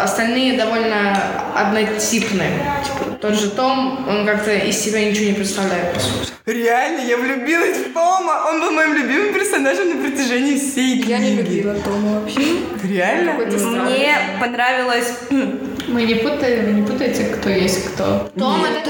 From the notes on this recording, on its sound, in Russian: Как всегда - шум, гам, тарарам.